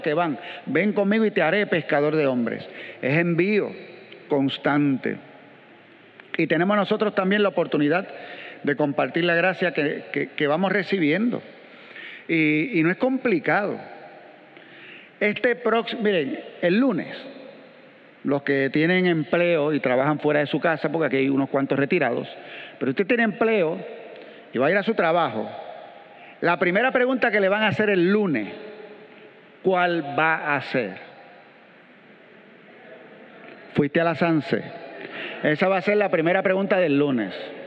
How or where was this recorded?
large echoing room